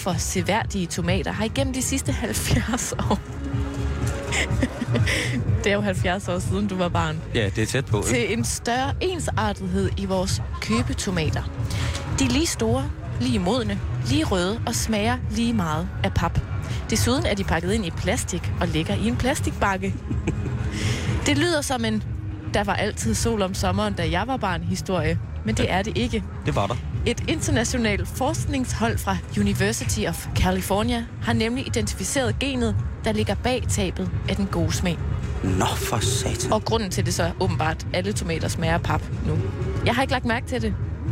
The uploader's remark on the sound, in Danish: Live fra Roskilde.